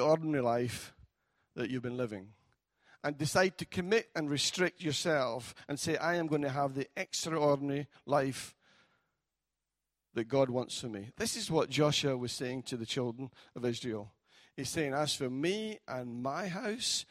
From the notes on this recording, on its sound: Recorded at freedomcentre church, Preston on Sunday 1st July 2018